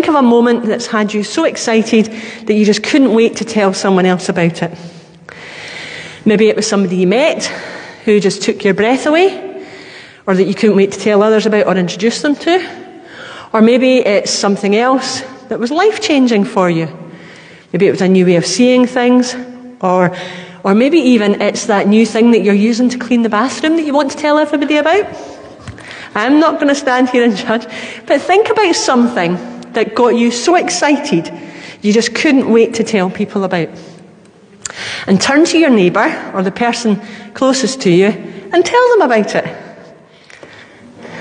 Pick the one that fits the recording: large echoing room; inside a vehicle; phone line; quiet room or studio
large echoing room